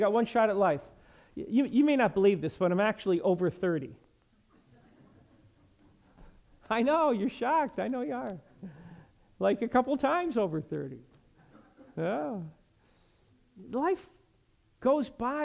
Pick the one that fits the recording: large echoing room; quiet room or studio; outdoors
large echoing room